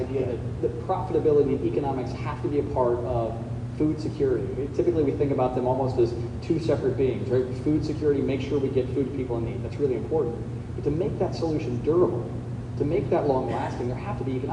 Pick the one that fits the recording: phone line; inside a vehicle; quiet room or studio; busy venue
busy venue